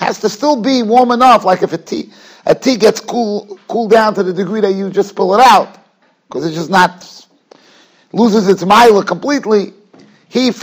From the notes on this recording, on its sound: Shiur recorded in Yeshivas Ohr Reuven, Monsey, NY.